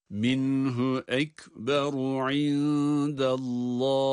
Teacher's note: Minhu de cezimli nun kendinden sonra ha harfinin gelmesi sebebiyle ishar ile okunur. Yani minhu nun açıktan telaffuz edilmeli.